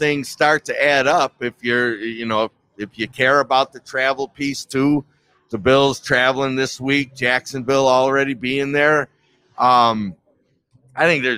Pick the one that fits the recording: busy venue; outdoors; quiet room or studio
busy venue